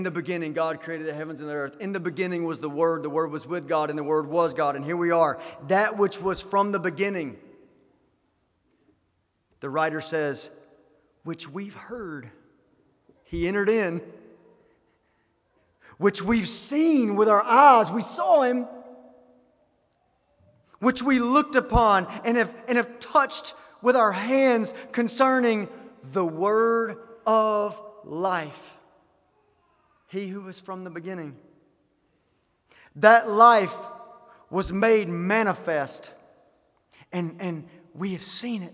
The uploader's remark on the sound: Sermon delivered at the GCC Christmas Hymn Sing 2023.